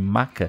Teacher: o meu primeiro A é mais forte do que o segundo